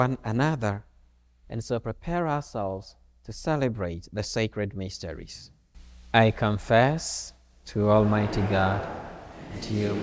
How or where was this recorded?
large echoing room